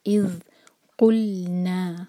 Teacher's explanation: اِذْ ذیل پر سکون، تو ذیل پر ٹائم دیا جاتا ہے، رخاوا کریں گے